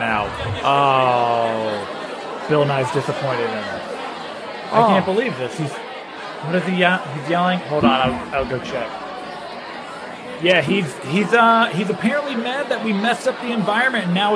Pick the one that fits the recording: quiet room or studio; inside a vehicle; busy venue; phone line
busy venue